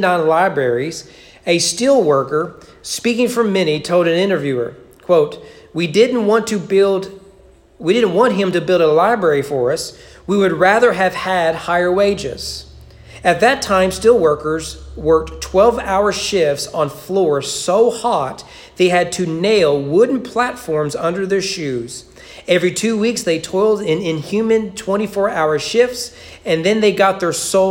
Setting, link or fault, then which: setting, large echoing room